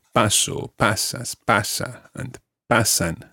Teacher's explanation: the stress is on the first syllable in parts 1, 2, 3 and 6.